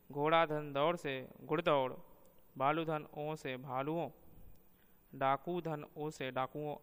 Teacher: सातवां, ह्रस्वीकरण, जहाँ दूसरे रूप ग्राम का योग होते ही पहले रूप ग्राम में दीर्घ ध्वनि ह्रस्व हो जाती है, वहाँ ह्रस्वीकरण संबंधी रूप ध्वनि ग्रामीय परिवर्तन होता है।